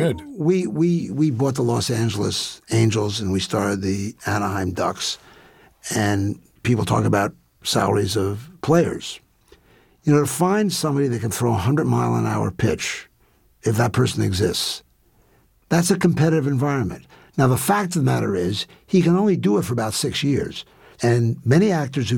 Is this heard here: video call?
no